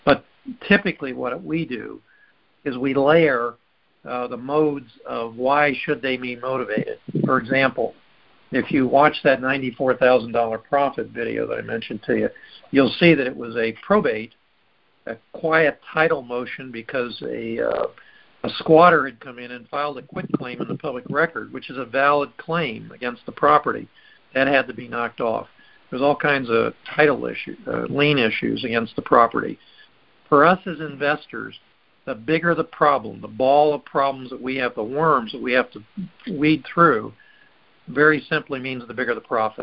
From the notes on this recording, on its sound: Recording posted: Our group call